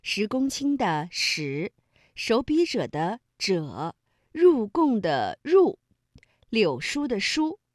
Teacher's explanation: 那么以上读音呢都是翘舌音